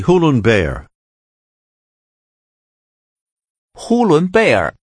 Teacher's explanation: The tones are high level, rising, falling, and falling rising.